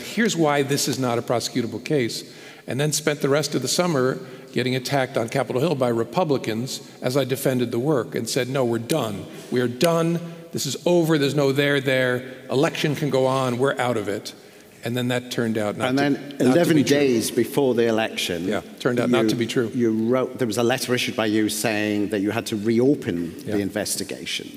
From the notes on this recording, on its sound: This episode is part two of our live event